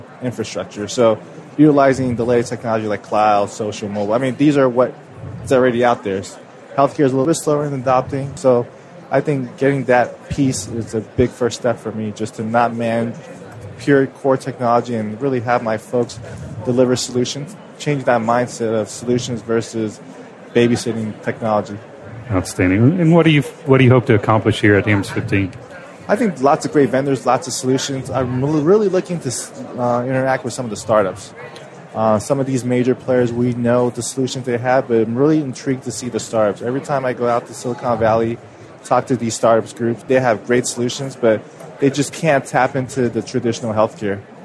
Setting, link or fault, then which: setting, busy venue